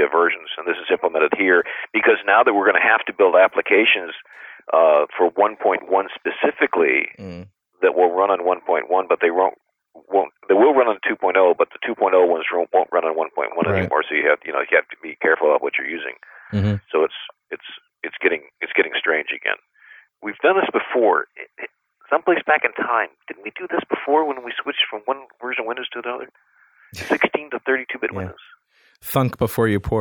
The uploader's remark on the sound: This week's show is a roundtable discussion. See what happens when you get a bunch of geeks on the phone and turn em loose!